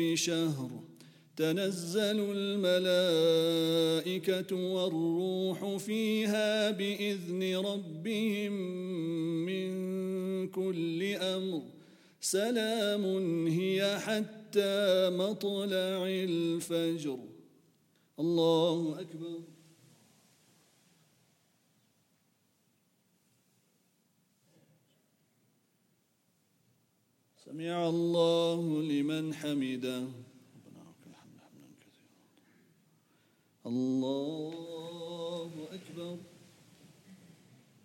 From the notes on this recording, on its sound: at the Houghton Masjid (West Street)